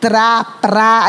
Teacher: Eu não pronuncio o R. Só se for encontro consonantal próprio, tra, pra, eu pronuncio.